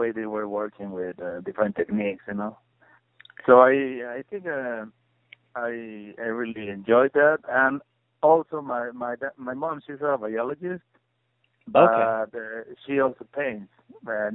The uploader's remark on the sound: conducted a phone interview